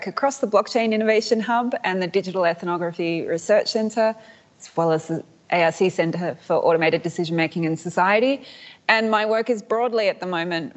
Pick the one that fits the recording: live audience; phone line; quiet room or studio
live audience